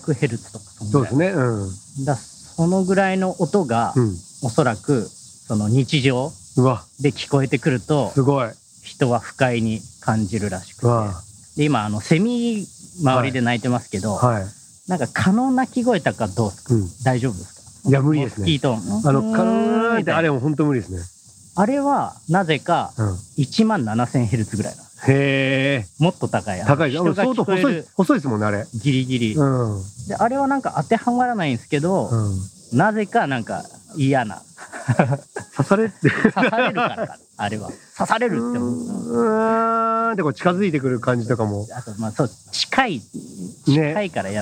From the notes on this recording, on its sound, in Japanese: 最高で最悪の収録環境？屋外収録編。ものすごいノイズの中での収録回。工事の音や、黒板を引っ掻く音。